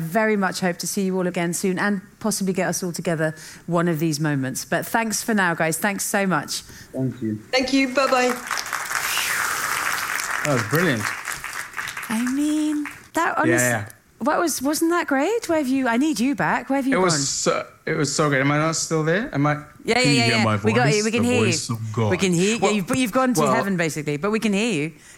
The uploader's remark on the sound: LIVE from Stockholm Climate Week. In a bonus live episode recorded at Stockholm Climate Week.